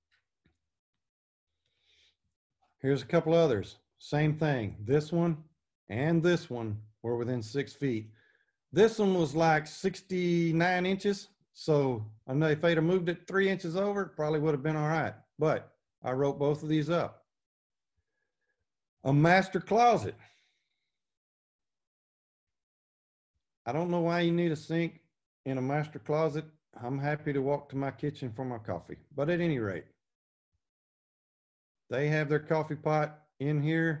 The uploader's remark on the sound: This class recording, from the Texas Inspectors Convention 2020